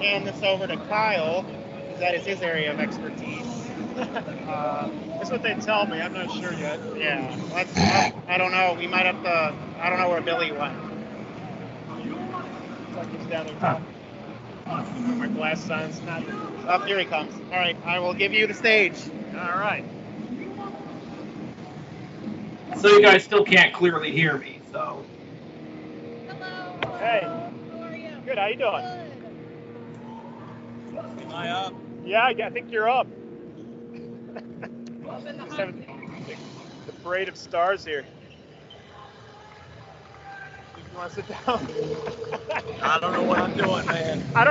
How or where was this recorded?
busy venue